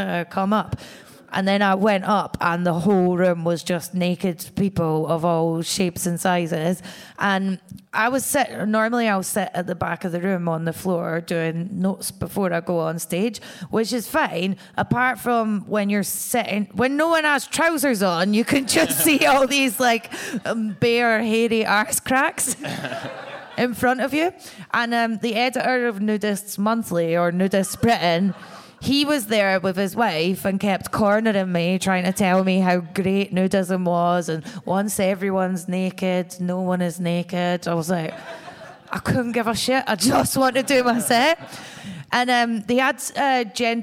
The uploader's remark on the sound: live at 21 Soho